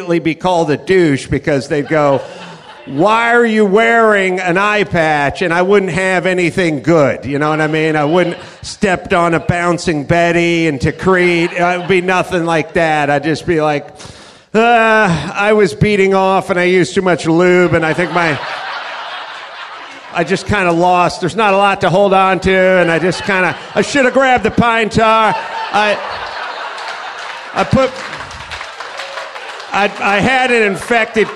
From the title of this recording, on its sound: Live from the Houston Improv